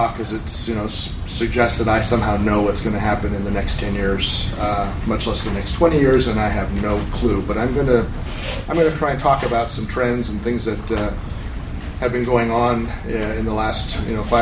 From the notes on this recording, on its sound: A recording from MeetBSD 2014 in California.